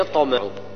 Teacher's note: قلقلة الطاء قلقلة زائد إطباق